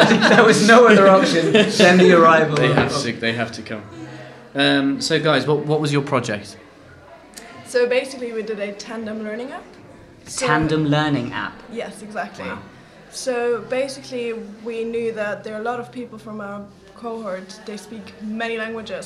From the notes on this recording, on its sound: Live from the IronHack Berlin Hackshow.